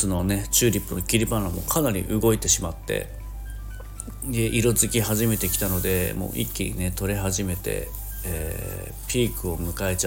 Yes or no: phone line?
no